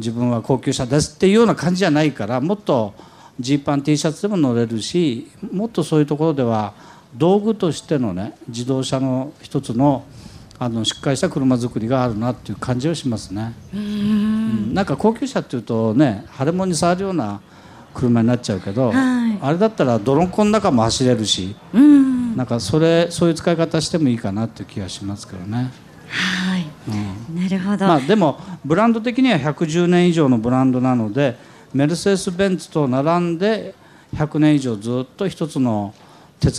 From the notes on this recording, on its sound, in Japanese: 今週は「ル・ボランカーズミート2014」で行われた公開録音の模様をお届けします！